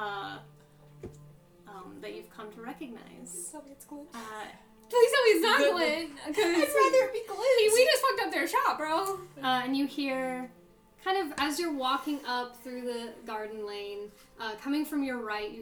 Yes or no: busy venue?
no